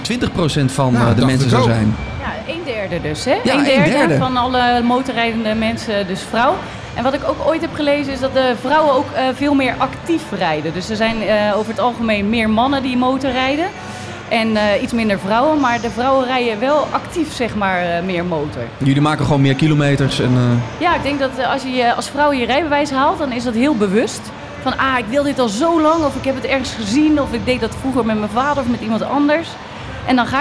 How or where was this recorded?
busy venue